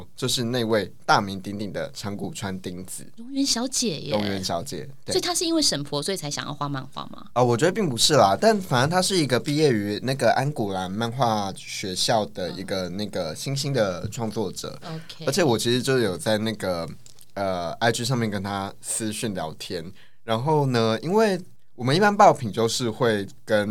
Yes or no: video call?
no